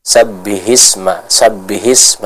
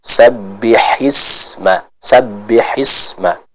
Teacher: Yang pertama untuk huruf H yang ada di ayat ini, yaitu kita mengucapkannya dari tenggorokan bagian tengah · Shown in: second take